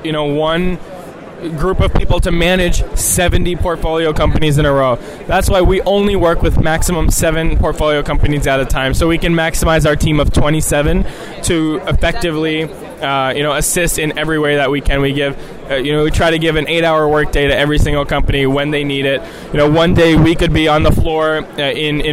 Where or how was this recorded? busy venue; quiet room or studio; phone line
busy venue